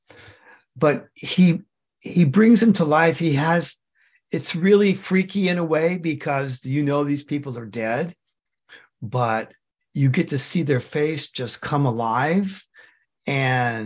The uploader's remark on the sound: The shows are now all hosted on Zoom.